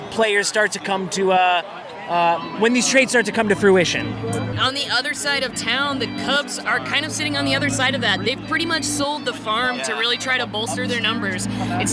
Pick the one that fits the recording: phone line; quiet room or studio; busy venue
busy venue